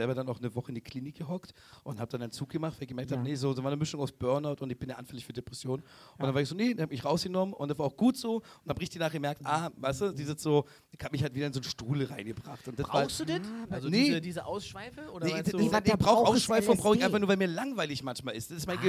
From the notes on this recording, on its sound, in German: live im MadMonkeyRoom Berlin